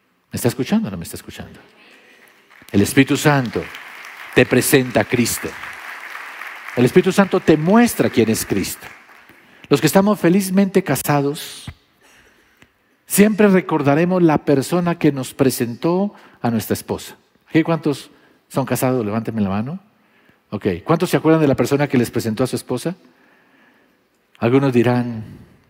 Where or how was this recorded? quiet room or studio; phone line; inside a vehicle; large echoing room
large echoing room